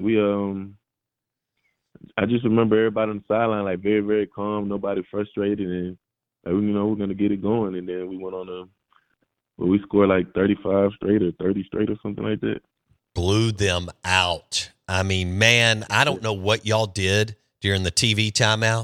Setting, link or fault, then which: link, phone line